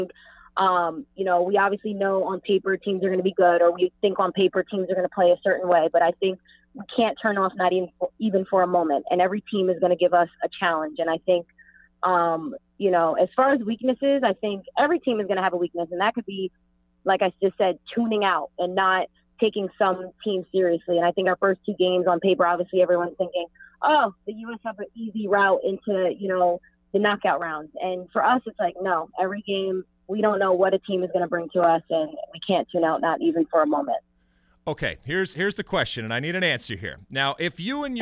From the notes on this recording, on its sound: via phone